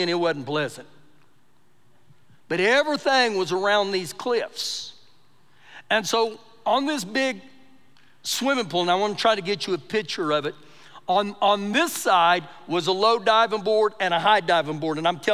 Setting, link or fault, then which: setting, large echoing room